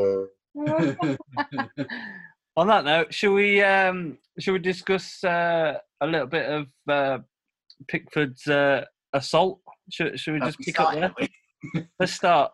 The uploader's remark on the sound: Back on zoom chat due to the Covid restrictions and not a pint in sight...